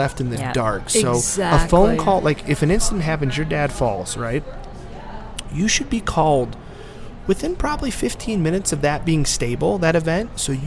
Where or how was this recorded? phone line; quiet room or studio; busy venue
busy venue